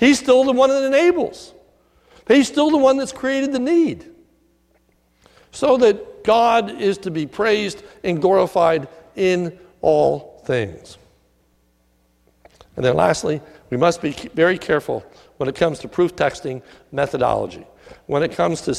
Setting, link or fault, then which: setting, large echoing room